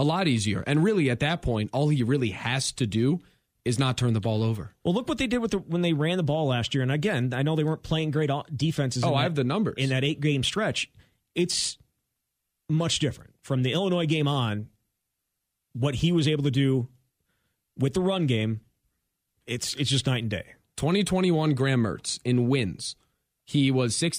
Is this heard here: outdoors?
no